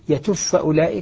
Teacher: فالباء أدغمت في الفاء